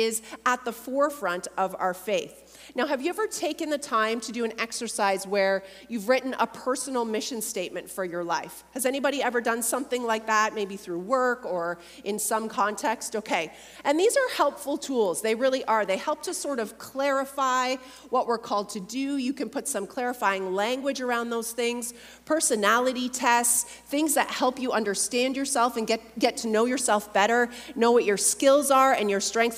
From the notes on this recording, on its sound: a Mini-Workshop from Heart Conference 2023